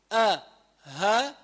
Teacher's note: أسفل الحلق أي حروف بيطلعوا من أسفل الحلق؟ الهمزة والهاء.